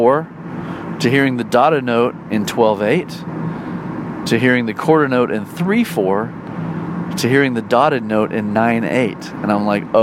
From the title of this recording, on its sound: talks about life while driving to a gig